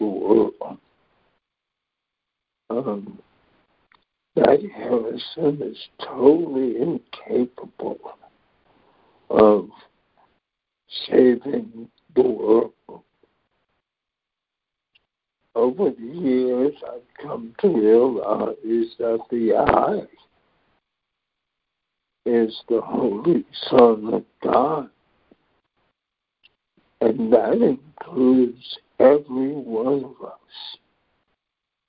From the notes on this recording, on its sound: ACIM Daily Conference Call.